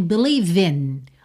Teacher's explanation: Ok, aqui é interessante reparar que a gente tem believe in. O believe já juntou pelo V no in